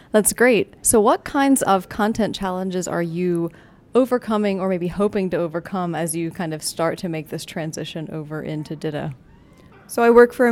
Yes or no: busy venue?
yes